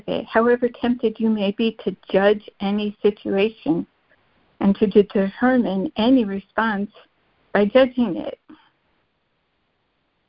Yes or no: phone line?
yes